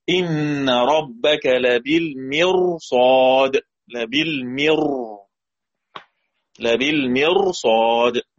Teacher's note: يبقى هنا الراء تفخم نظرا للصاد التي بعدها